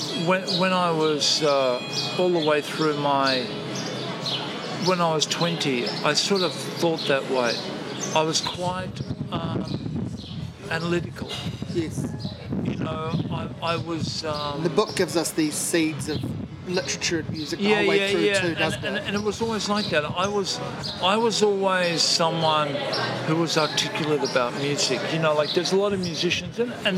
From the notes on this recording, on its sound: It's not the best sound-quality, there's a bit of wind